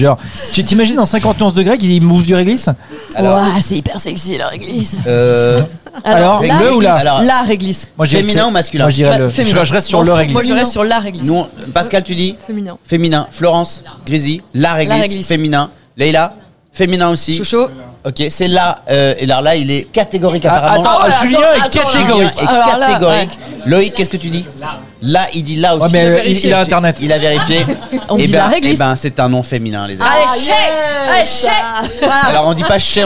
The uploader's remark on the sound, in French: Faire un tour dans les cuisines du restaurant FRENCHIE TO GO qui nous accueille pour l’enregistrement.